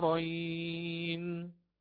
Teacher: يقرأ هكذا: أذكرين، أتى بالإبدال مع الإشباع. لماذا الإشباع؟ لأن حرف الذال هذا حرف مشدد